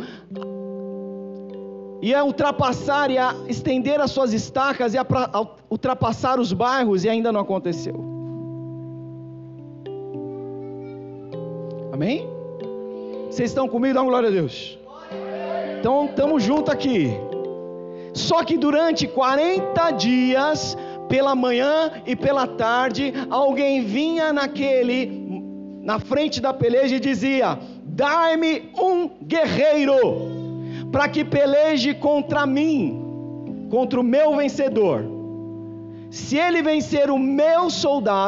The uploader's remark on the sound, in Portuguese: Culto gravado em 11/12 durante a celebração do culto